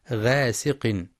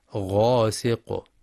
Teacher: مع الحذر من ترقيق الغين في غاسق لأنها من حروف الاستعلاء · Shown in: second take · ومن شر غاسق إذا وقب، فلا يقرأ غاسق بالترقيق وإنما غاسق.